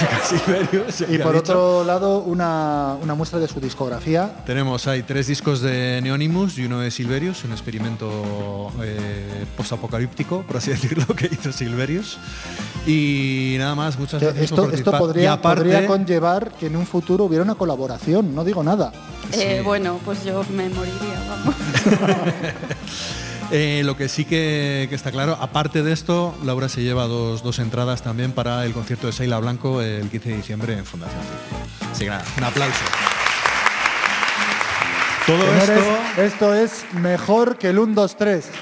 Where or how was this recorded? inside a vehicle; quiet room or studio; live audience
live audience